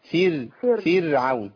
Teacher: الراء عندي مرققة لأنها ساكنة بعد كسر · Term: ترقيق